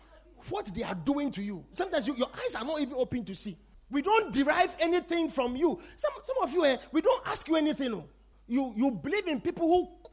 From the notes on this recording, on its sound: Preached at The Victory Secrets Service.